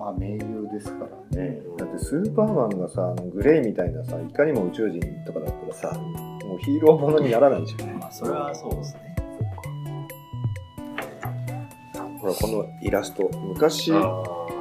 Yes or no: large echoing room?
no